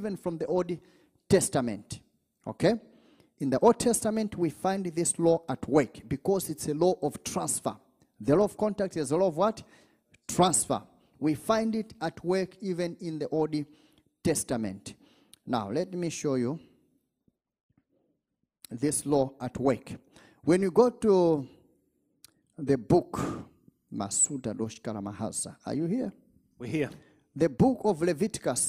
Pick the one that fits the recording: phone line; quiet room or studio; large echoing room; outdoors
large echoing room